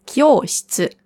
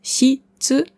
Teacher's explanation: Kyoshitsu, also nicht shi-tsu, sondern shi-tsu. Das I hört man nicht oder fast nicht. · Shown in: first take